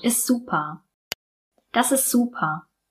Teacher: Und wir verbinden dann auch ist super. Das klingt wieder wie ein Wort.